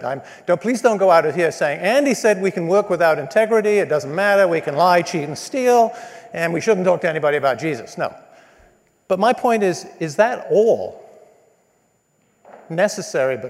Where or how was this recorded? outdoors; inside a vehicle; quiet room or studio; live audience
live audience